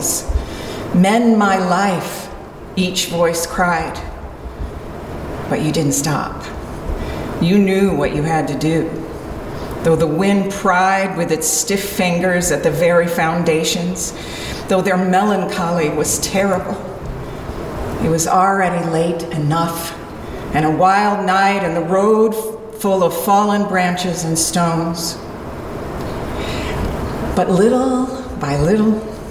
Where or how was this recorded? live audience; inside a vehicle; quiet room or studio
live audience